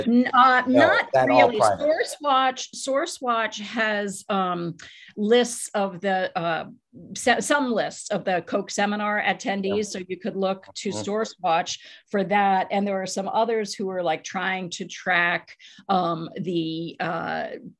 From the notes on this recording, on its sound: At this 86th zoom session of the Grassroots Emergency Election Protection Coalition